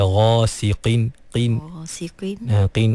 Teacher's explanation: Tapi jangan pula qaf tu jadi nipis, jadi kaf. So kena diseimbangkan.